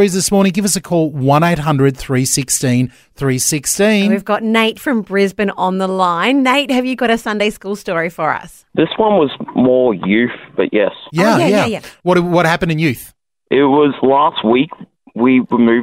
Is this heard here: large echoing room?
no